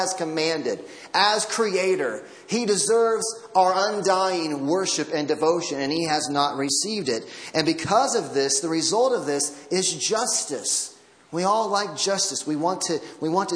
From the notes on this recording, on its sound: Audio from Christmas Eve Service.